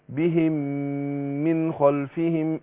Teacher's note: الميم في الميم هتاخد غنى حركتين